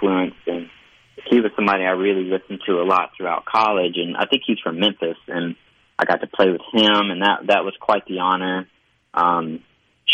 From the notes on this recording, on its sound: joins the conversation by phone